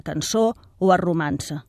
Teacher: En català, la C trencada en general es pronuncia amb el so d'essa sorda